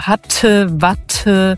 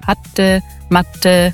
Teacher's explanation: Wenn du das so ein bisschen weicher, ein bisschen D-artiger sprichst und am Ende das E auch hatte, matte, also ein bisschen Ä-artiger am Ende und ein bisschen weniger Aspiration bei dem T · Shown in: second take